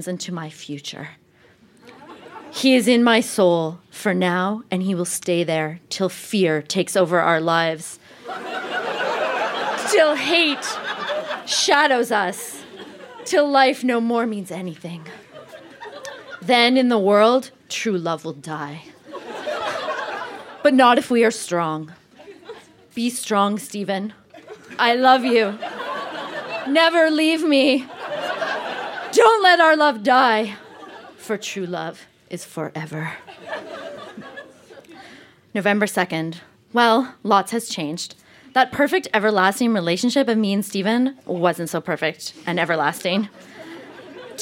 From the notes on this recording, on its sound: Recorded live at Yuk Yuk's in Calgary, AB.